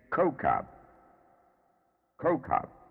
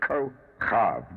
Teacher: giving the second K a guttural sound, a kaf · Shown in: second take